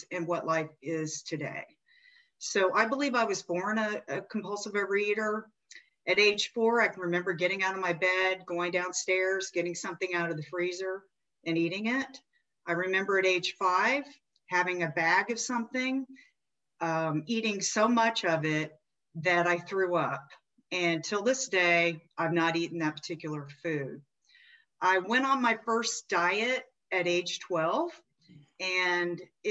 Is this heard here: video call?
yes